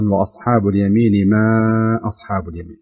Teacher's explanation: مد منفصل يمد مقدار 4 حركات لوجود الألف المدية بشروطها التي هي ساكنة وما قبلها مفتوح، ويأتي بعدها الهمز في